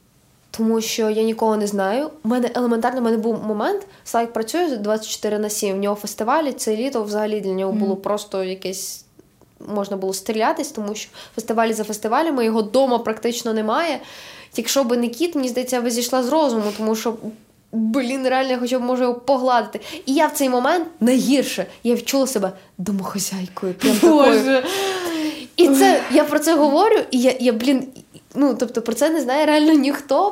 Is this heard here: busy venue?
no